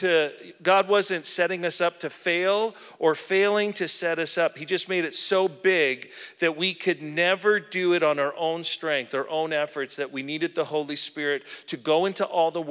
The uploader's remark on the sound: at our April 2023 Edmonton Gathering at Ellerslie Road Baptist Church